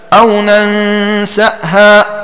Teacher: بفتح النون والسين وزيادة همز ساكن بعدها